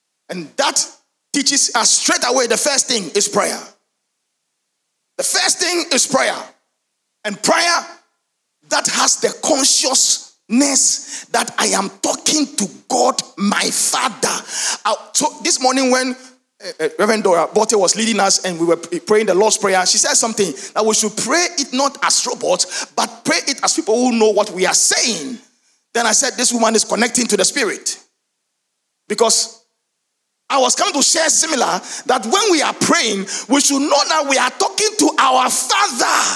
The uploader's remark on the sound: Sermon preached at CBC Shiashie Campus